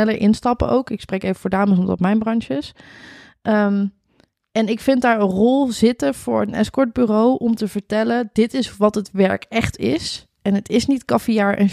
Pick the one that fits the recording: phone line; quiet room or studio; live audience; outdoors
quiet room or studio